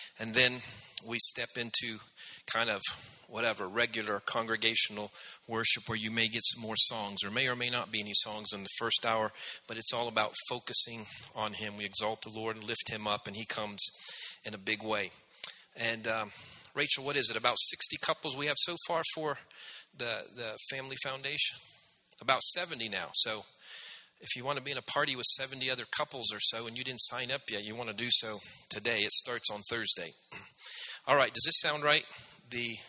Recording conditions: large echoing room